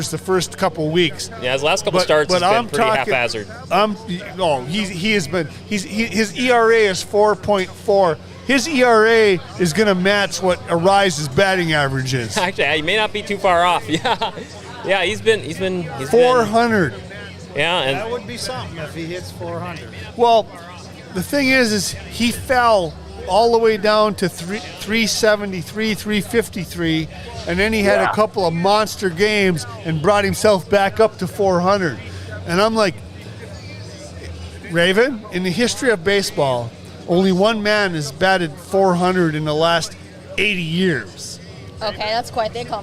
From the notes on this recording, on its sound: Forks Sports Highway is live from the Greater Grand Forks Fairgrounds!